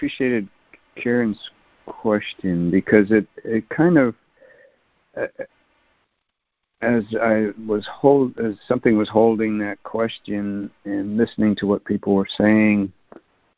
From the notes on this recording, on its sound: ACIM Daily Conference Call